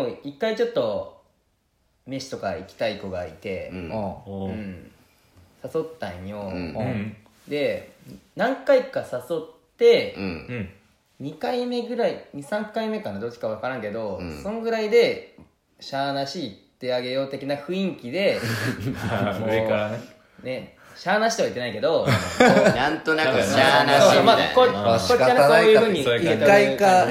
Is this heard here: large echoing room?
no